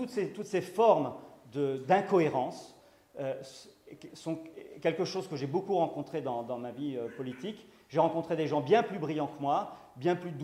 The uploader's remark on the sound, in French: Conférence donnée à Academia Christiana lors du colloque "l'identité contre la nouvelle tour de Babel" en aout 2016 à Sées - Normandie.